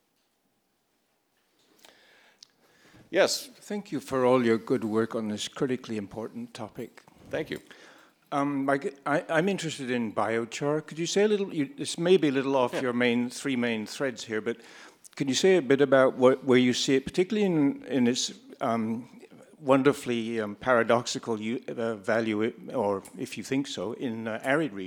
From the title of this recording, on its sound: at Town Hall Seattle